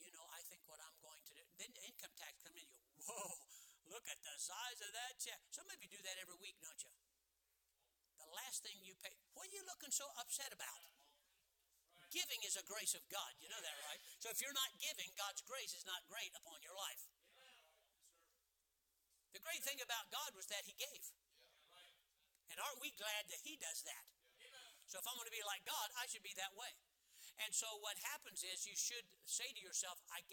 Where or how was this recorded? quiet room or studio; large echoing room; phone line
large echoing room